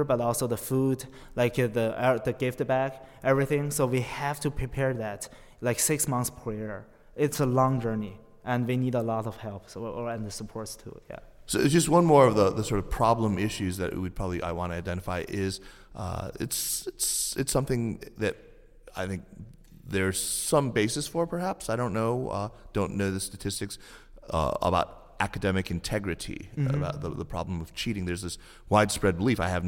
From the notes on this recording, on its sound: live at the Princeton US-China Coalition Global Governance Forum